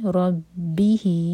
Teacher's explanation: یہ ہے مد صلہ کبرا، چار حرف کا لمبا